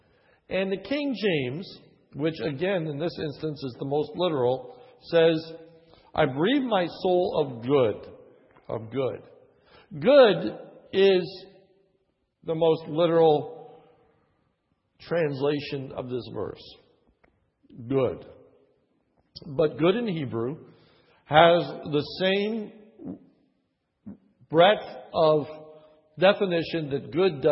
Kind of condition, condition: setting, large echoing room